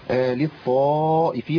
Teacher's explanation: للطائفين مد متصل لاتصال الهمزه وحرف المد في كلمه واحده وده بيمد اربع او خمس حركات وبعض طرق حفص ست حركات